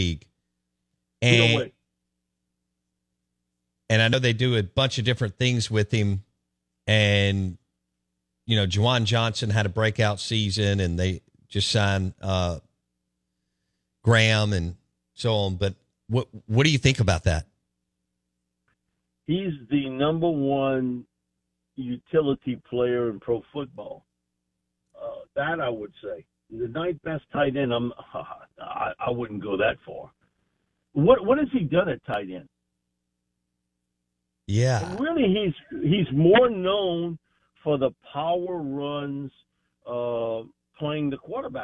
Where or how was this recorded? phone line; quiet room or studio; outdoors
phone line